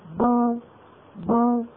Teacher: ننفق الباء بتباعد الشفتين، ويصاحب ذلك انضمام للشفتين إلى الأمام كهيئتهما عند النطق بالواو · Term: باء مضمومة